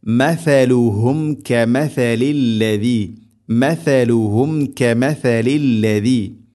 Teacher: സ ഉച്ചരിക്കുന്ന സമയത്ത് നാവിൻ്റെ അറ്റം ദാൽ ഉച്ചരിക്കുന്നതിനേക്കാൾ അല്പം കൂടെ പുറത്തോട്ട് നിൽക്കണം നാവിൻ്റെ അറ്റം, അത് പ്രത്യേകം ശ്രദ്ധിക്കണം.